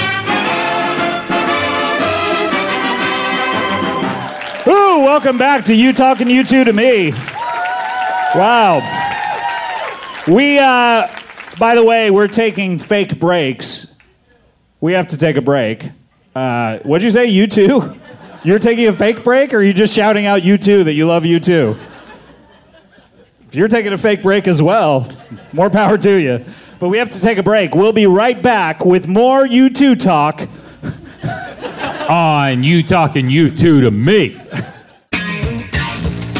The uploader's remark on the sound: LIVE from SF Sketchfest. Episode recorded LIVE from Cobb’s Comedy Club!